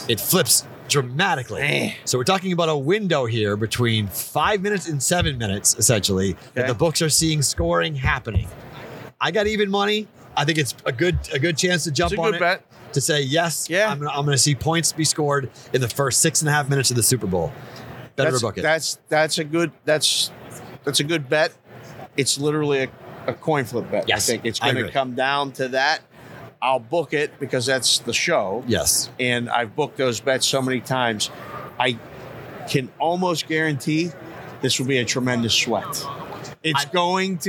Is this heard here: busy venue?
yes